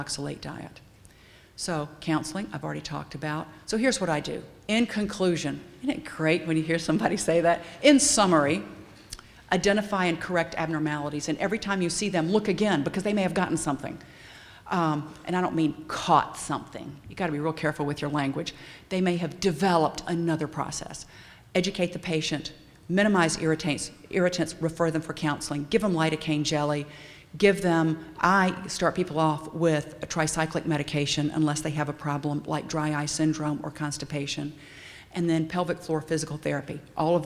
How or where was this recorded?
busy venue